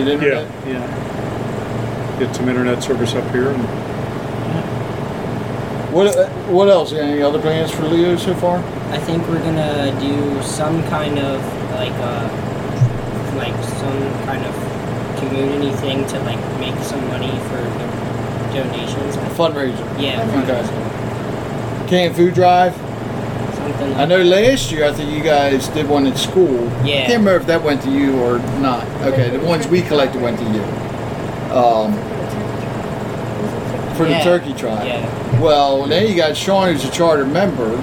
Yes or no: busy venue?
yes